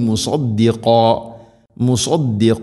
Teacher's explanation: സ്വാദുച്ചരിക്കുന്ന സമയത്ത് നാവിൻ്റെ മധ്യഭാഗം അണ്ണാക്കിലേക്ക് ഉയർന്നു നിൽക്കണം. സ്വരഭാരത്തിൽ ഉച്ചരിക്കേണ്ട അക്ഷരമാണ് സാദ്.